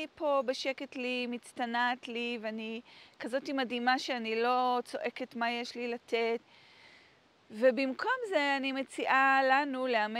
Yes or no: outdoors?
yes